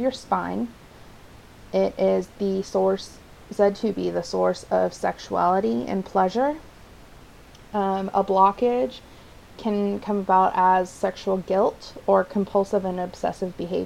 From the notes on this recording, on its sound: For this installment, I recommend a lower volume due to the excessive and obnoxious background noise.